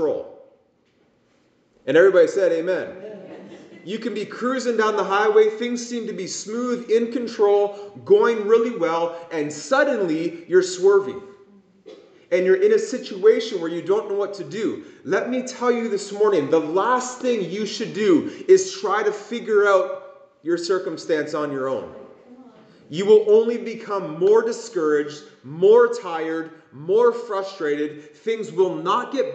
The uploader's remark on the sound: This message was preached at Promise Worship Centre International in Kitchener Ontario.